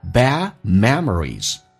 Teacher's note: bad 字的 D 去掉，这叫略音